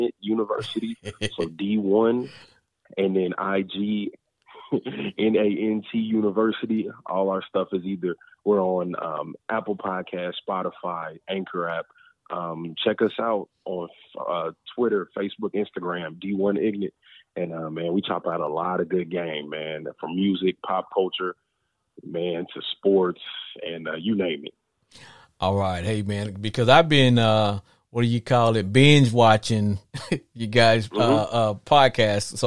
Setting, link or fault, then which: link, phone line